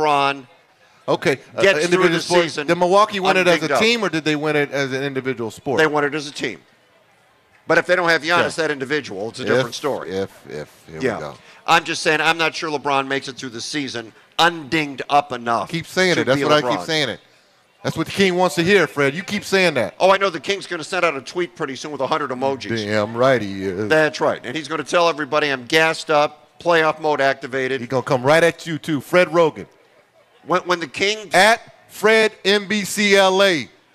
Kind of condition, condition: setting, outdoors